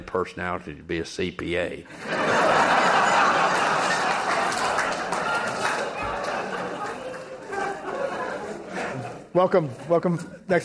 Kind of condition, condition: setting, live audience